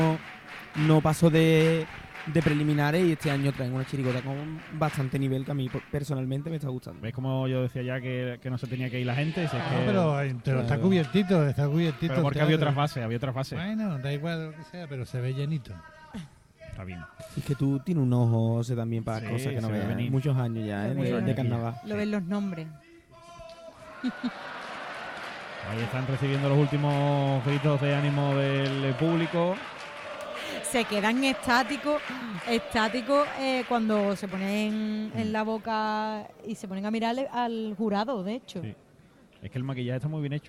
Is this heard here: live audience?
yes